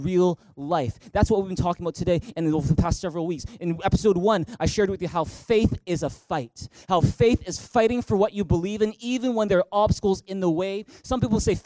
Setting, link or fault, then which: setting, large echoing room